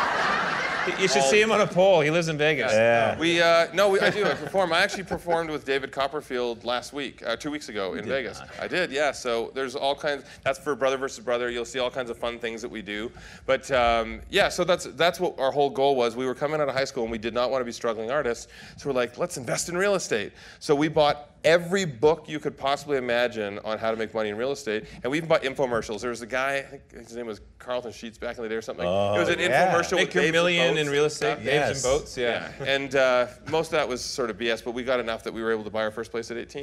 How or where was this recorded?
live audience